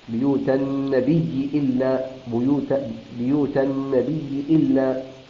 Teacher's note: يبدل الهمزة إلى ياء ويدغم الياء في الياء وتصير ياء مشددة